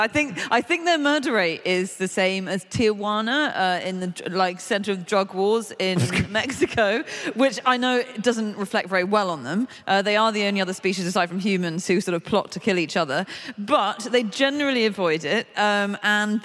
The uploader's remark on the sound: Live from Aberdeen